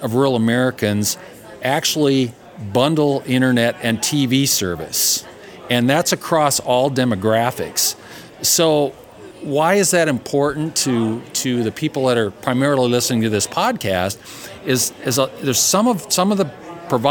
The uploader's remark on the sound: Recorded LIVE at NTCA's RTIME.